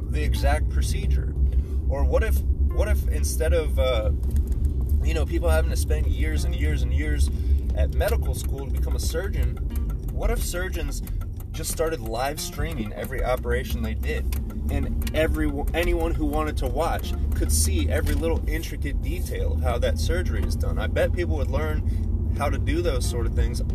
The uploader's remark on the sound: SORRY ABOUT THE DAMN BUZZING SOUND, I THINK IT WAS A GLASS IN THE CUP HOLDER NEXT TO MY PHONE WHILE I WAS RECORDING.